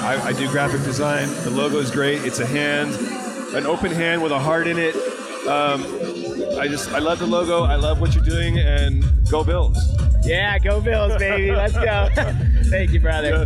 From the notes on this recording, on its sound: Live at the Beats Drop Cancer charity event in San Francisco. All of the attendants interviewed.